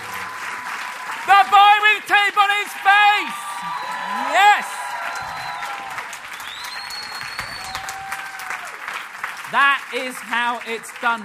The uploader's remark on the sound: Live from the Leicester Square Theatre. A little taste of what goes on at the monthly live show.